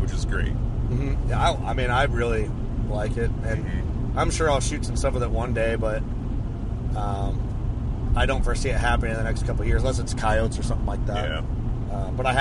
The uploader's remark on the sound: While on our way down to Tennessee. I love doing these road trip podcasts, but they are definitely not studio quality.